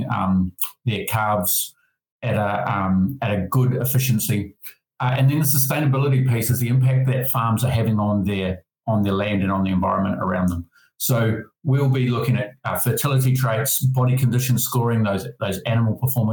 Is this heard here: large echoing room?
no